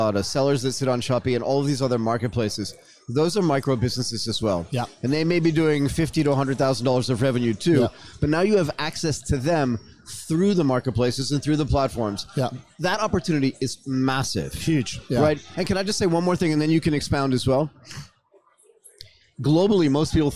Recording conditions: busy venue